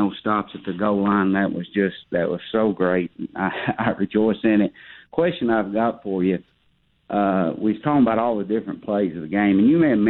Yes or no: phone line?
yes